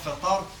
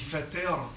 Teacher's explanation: Fater, le rang emphatique, on dit pas fatar, on dit fater · Shown in: second take